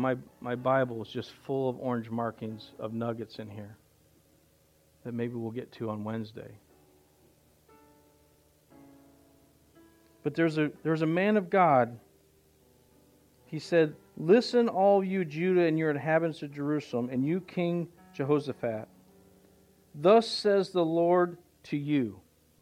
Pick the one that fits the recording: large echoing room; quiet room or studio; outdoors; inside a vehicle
large echoing room